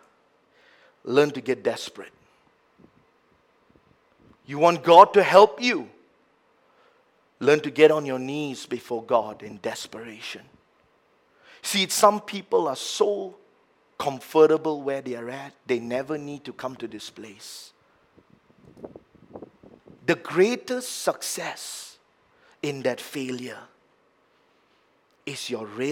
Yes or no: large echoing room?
yes